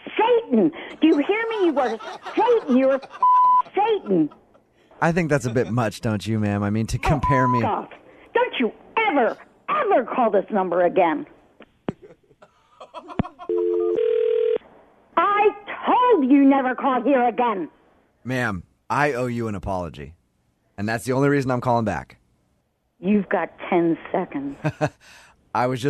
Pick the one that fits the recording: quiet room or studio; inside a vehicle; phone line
phone line